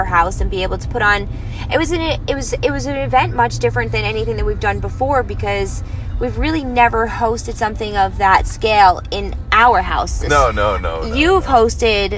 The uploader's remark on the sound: Heading home from Secret Sinsations hotel takeover with Mizzy's Boutique. Chit chat it up in the car.